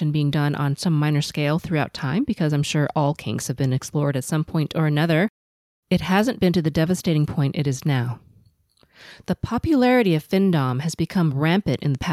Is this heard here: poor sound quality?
no